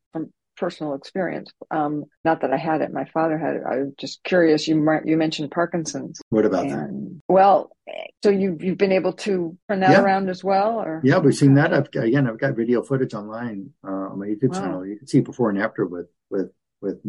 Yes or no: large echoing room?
no